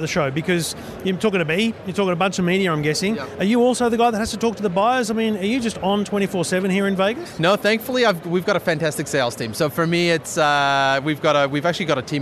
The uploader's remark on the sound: Live from CES 2017 in the EFTM Studio